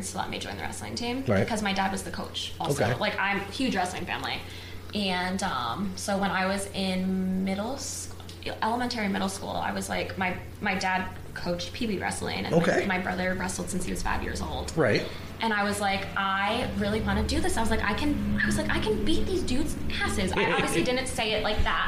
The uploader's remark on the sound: Sorry about the background noise....no idea what happened lol.